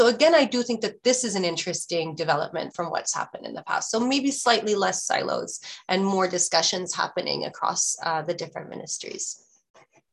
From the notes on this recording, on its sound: This public talk was conducted online via Zoom